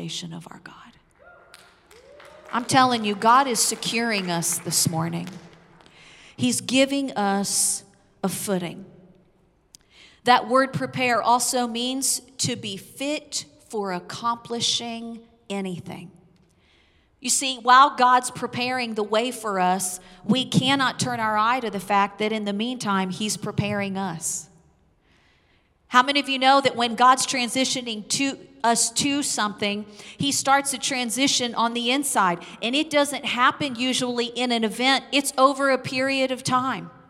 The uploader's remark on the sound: Recorded live on 5/9/21.